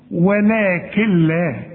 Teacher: اه شوف، بشبك الكاف مع اللام، تصور. يبقى انت لما بتسمعها مني كأن النون غير موجودة · Term: ادغام كامل بدون غنة